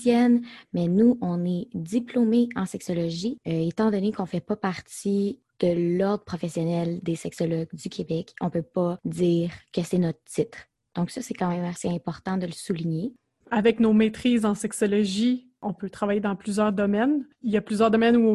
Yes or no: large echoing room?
no